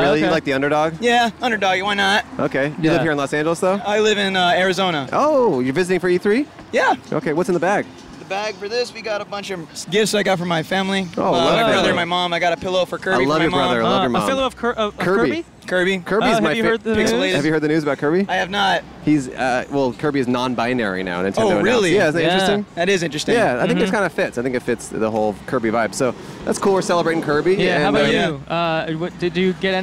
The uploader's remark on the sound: Recorded in front of the Convention Center in Downtown Los Angeles.